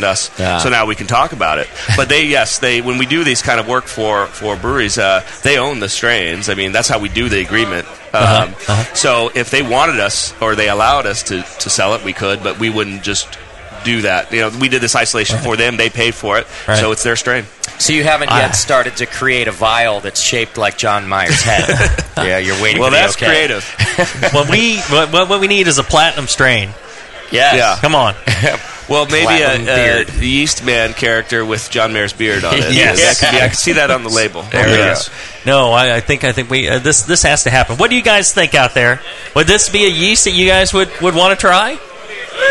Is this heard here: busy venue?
yes